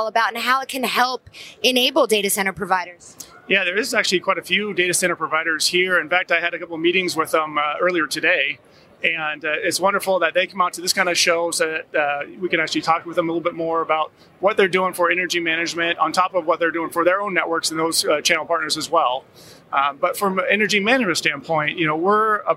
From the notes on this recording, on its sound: from the Channel Partners Conference & Expo showroom floor